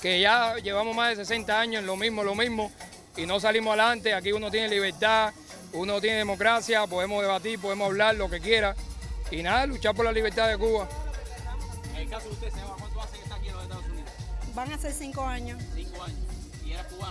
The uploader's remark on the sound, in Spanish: Entrevistas en el Free Cuba Fest 2020